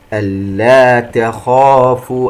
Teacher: الخاء من أحرف الاستعلاء، مفتوحة وبعدها ألف، أعلى مراتب التفخيم